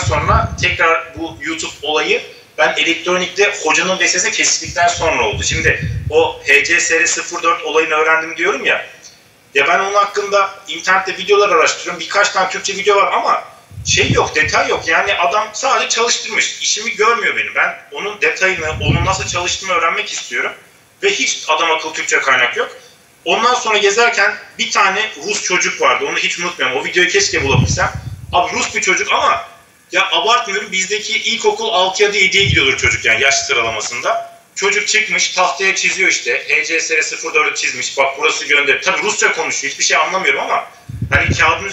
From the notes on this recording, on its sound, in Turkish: Ses kalitesindeki düşüklük için özür dilerim.